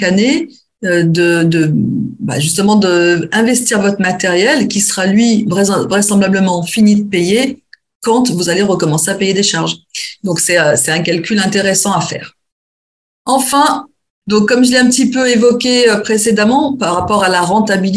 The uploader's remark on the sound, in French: a donné cette conférence en ligne dans le cadre d’un webinaire